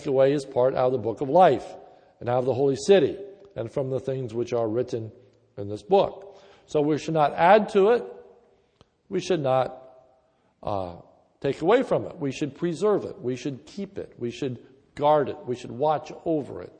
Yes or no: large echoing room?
yes